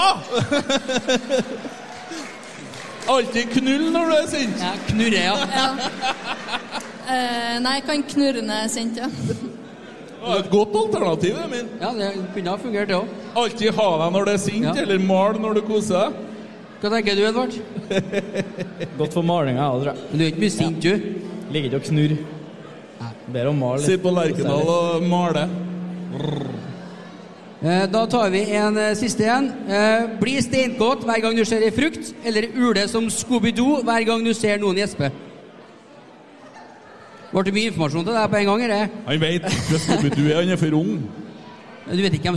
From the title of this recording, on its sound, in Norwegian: Live fra Losjen